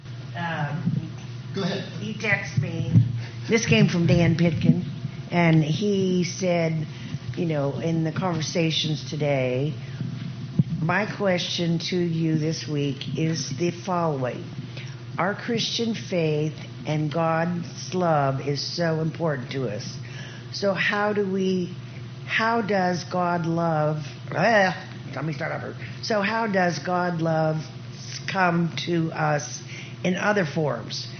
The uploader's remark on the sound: we held a third live question and answer session in place of a message/teaching